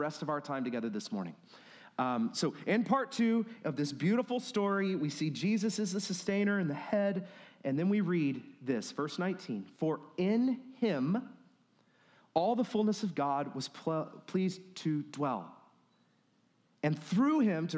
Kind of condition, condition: setting, large echoing room